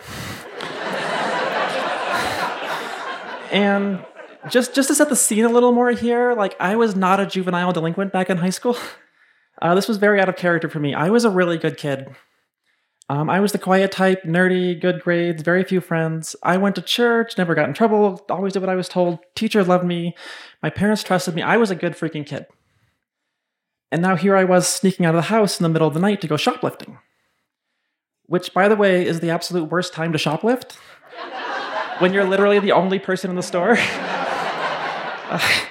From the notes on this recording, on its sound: This story was shared in front of a live audience at Buntport Theater in Denver.